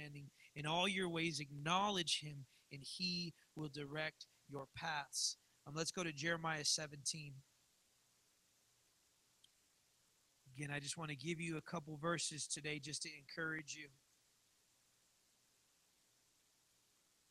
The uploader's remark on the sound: live from the Redemption